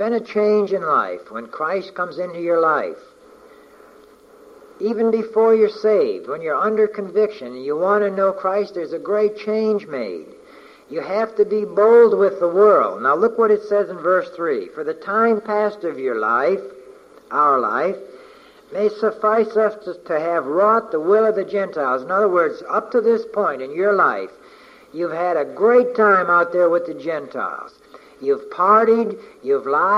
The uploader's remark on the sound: From a message preached on May 29, 1988